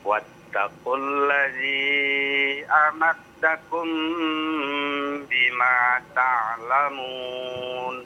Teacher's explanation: mim bertemu dengan ba ya, ikhfa syafawi ya, ditahan dua harokat ya